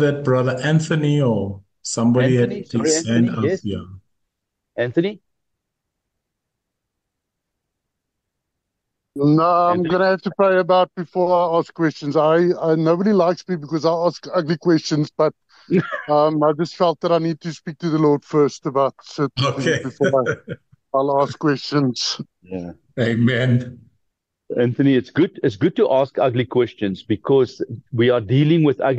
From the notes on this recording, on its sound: The Transformation Table Zoom Meeting 18 Jan 2024